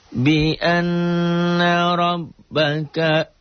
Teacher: ro'nya tebel, tabkhim. Kenapa tebel? Karena ro'nya baris di atas. Ro, bukan ra.